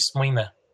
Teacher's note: in Connacht it might be smuine, with just a kind of schwa at the end